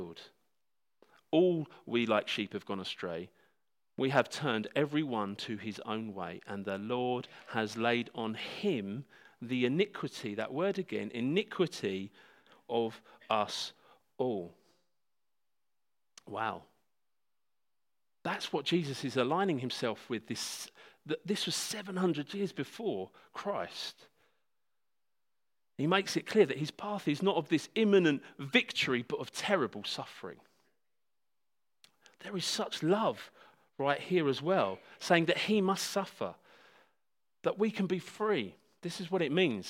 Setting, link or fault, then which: setting, large echoing room